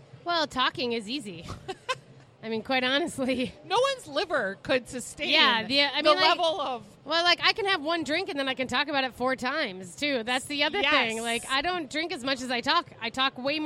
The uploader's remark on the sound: Weekly Dish's "Second Helping" is live from the grand opening of Pimento Kitchen at Keg and Case Market in St Paul.